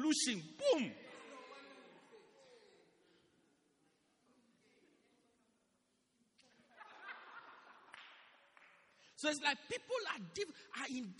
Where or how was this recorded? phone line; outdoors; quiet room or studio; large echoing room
large echoing room